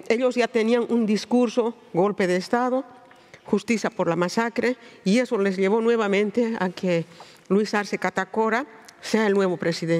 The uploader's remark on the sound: Recorded at the 2023 Oslo Freedom Forum. This episode is recorded in Spanish.